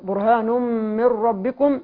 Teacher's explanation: نون بعدها حرف الراء والراء من حروف الإدغام بغير غنة فلا غنة هنا